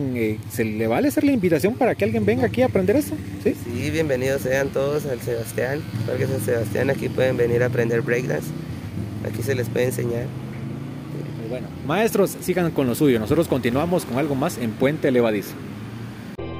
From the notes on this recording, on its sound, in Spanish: Puente Levadizo salió a la calle y por eso escucharán bastante sonido ambiente en este episodio, incluso, algo de hip-hop. En el parque San Sebastián se reúne un grupo de jóvenes que se dedican al arte urbano.